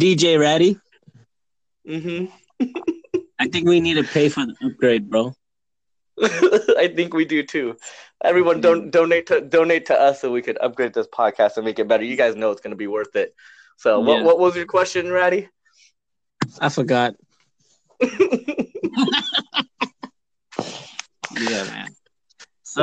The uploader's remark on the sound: First ever podcast with technical difficulties